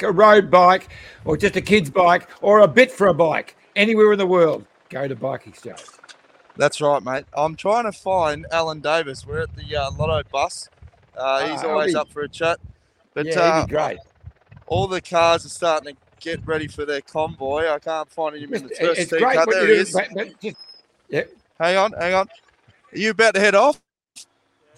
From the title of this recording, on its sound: Live from stage 4 at the Tour de France!